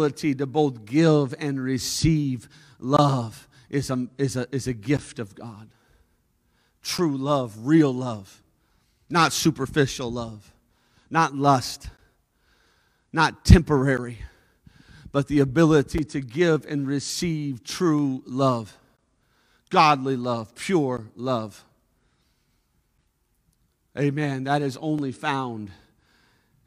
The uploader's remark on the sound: A service recording from Connect Point UPC! We are located at 21441 Marble Road Eagle Lake, MN, and are affiliated with the United Pentecostal Church International.